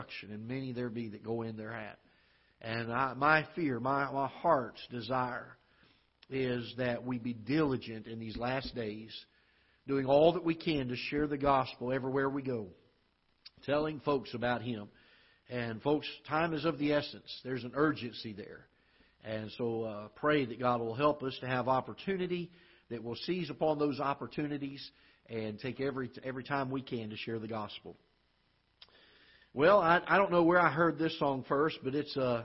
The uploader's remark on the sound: Ketha Heights Baptist Church ~ Live Broadcast